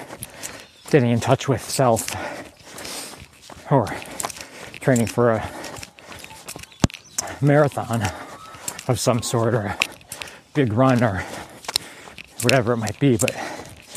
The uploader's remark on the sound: Recorded while on a 10K Training Run